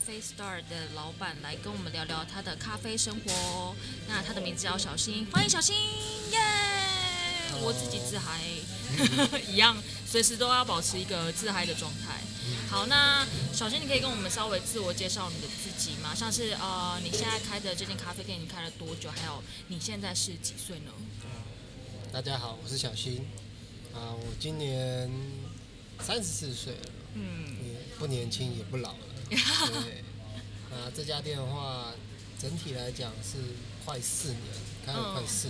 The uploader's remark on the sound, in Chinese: 位在信義區市政府站，「CAFE Start 」咖啡外帶店。這集節目我嘗試了在咖啡店裡面錄製。第一次做了這個小嘗試，原本期待有自然的咖啡廳環境音應該還不錯！但實際上錄製的音質的確有點“超乎我的預期”啊…（笑）。